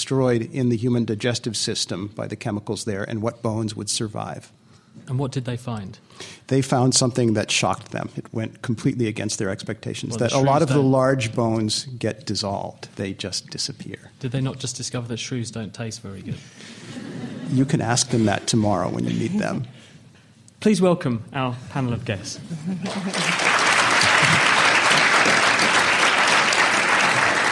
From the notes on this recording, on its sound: Live at the AAAS 2014 meeting in Chicago